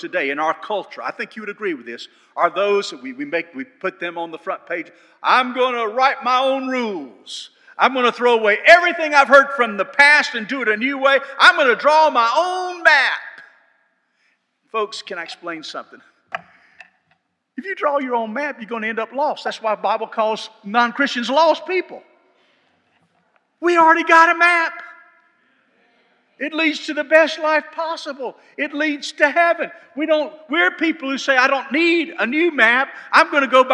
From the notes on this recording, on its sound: This sermon was delivered on January 8, 2023 at First Baptist Church Hendersonville, NC.